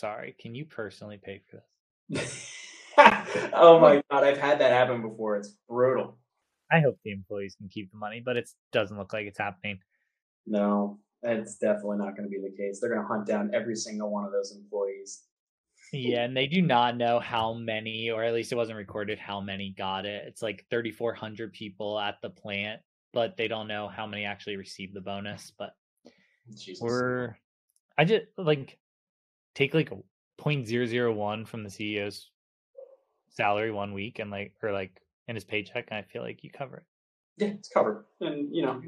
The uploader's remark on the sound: Apologies for any technical deficiencies in the recording. I used a new recording tool and ran into some issues.